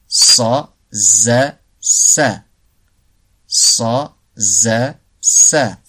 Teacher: As-safir, le sifflement, elles sont appelées ainsi car ce sont les trois lettres dont le son est accompagné d'un sifflement semblable à celui d'un oiseau.